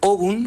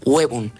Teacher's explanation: la O tónica diptongó en UE.